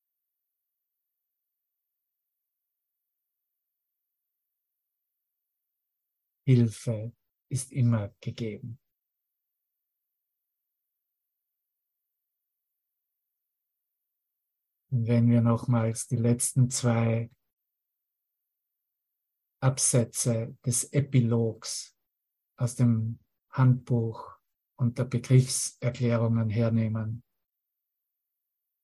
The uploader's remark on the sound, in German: Zoom-Session. Veranstaltet von der Aleph Akademie.